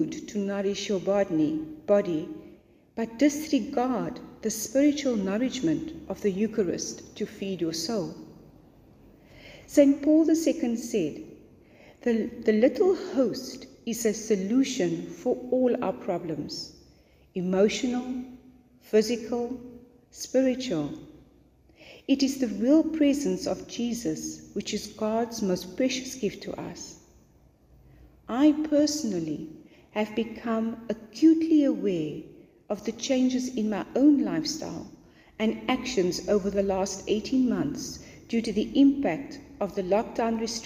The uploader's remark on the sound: to the congregation of St Mark's Angilican Cathedral in George for their Women's Day Service